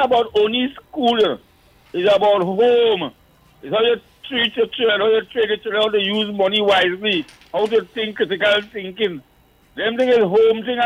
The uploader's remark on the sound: we take more calls from the audience